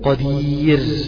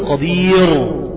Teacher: بقى ده نطقي السليم له، ما أقولش قدير، لا، ياء ساكنة لابد أن ترقق الراء التي بعدها الموقوف عليها · Shown in: first take · Term: الراء مرققة